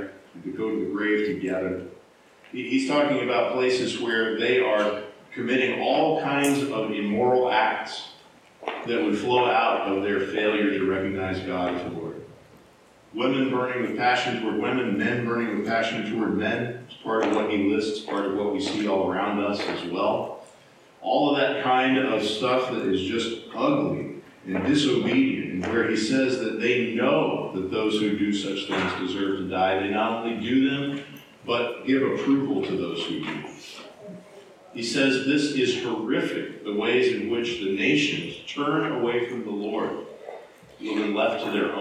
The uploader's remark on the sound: Low Quality Audio. We apologize for the low audio quality of this recording.